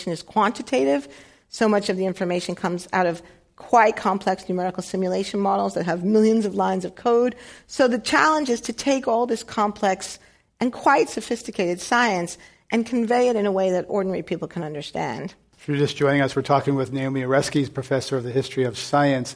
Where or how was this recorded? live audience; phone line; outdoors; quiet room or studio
live audience